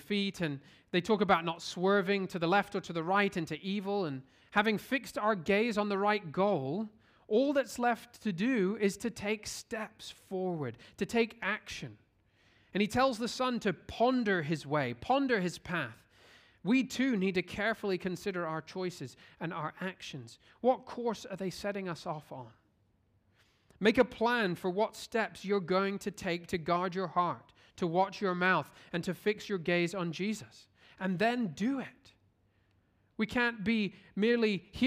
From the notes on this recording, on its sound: at Covenant Hope Church in Dubai, UAE on Sept 3, 2023